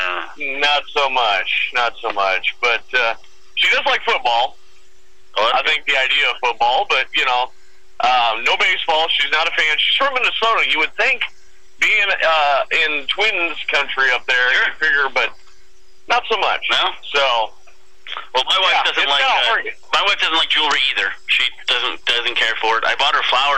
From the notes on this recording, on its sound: visits via the phone